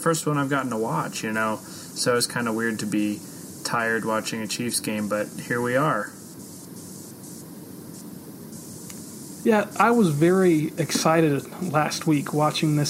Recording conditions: background noise